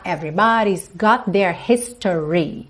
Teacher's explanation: Everybody's got their, got com their, eu junto num T só · Term: junções